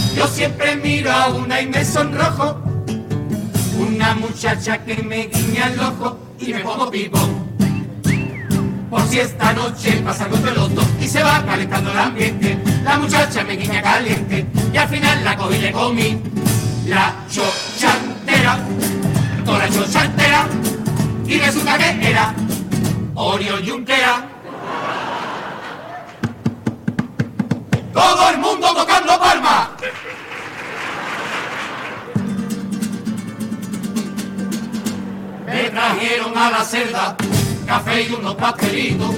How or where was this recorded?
live audience